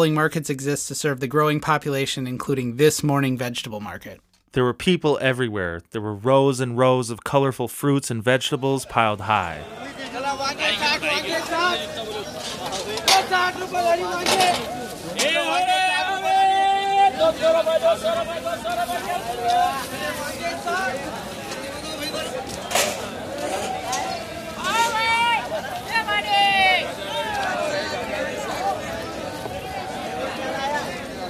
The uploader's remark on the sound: share sound recordings from this incredible yet sometimes chaotic country